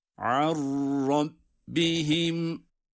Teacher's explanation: İnnehum an rabbihim an rabbihim şeklinde yazılsa da burada ithamı bila gunne. Yani cezimli nun kendisinden sonra gelen ra harfine katılarak ra şeddeliymiş gibi okunuyor · Term: itham bila gunne